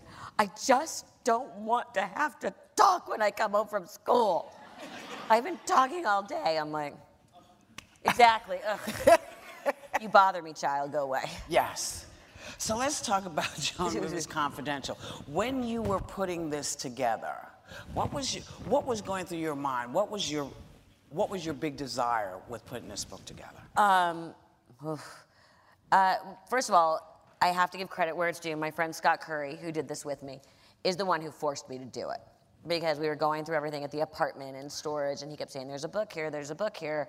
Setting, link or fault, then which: setting, live audience